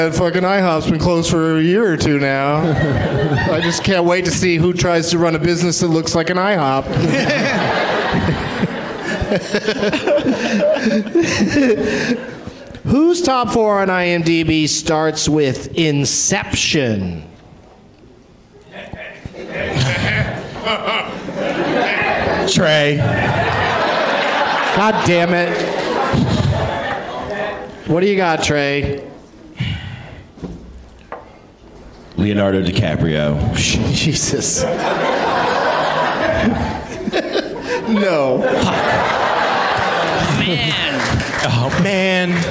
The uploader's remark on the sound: Live from Goodnight's Comedy Club in Raleigh